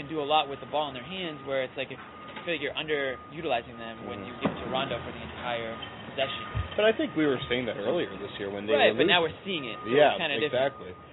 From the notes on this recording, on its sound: Live from TD Garden.